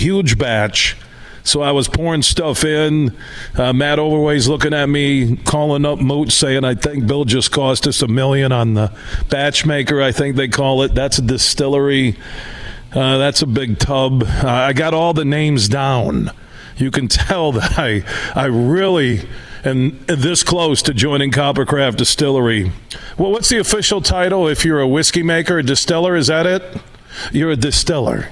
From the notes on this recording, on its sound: we're broadcasting live from the Coppercraft Distillery in Holland